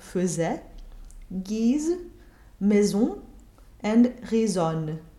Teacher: When it's intervocalic, that is, between two vowels, an S will be voiced